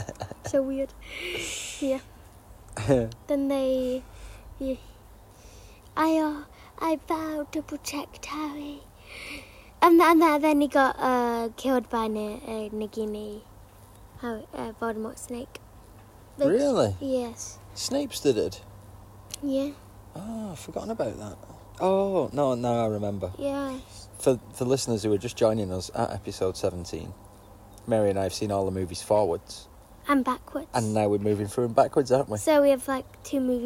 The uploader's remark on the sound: This episode is recorded outside so there may be some background noise. We are not professional broadcasters and this is just a girl and her Daddy having a conversation.